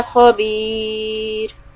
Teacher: The raw will be soft when we put سُكُون on it because there's a كَسْرَة and يَا yeah before that